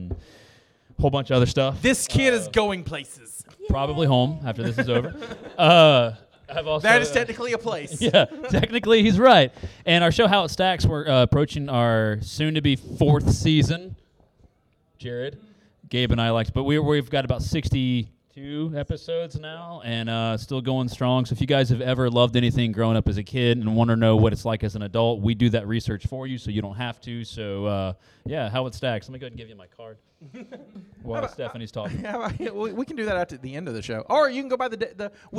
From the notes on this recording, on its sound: Bros Booze and Movies is Live at Mobicon in Mobile Alabama.